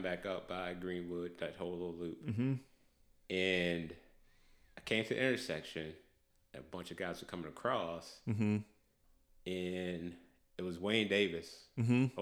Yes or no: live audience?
no